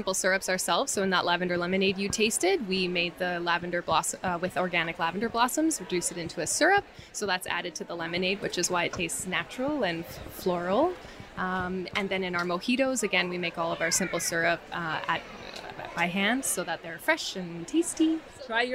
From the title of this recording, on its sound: Visits The Nomad Box Bar at Fibre Fest!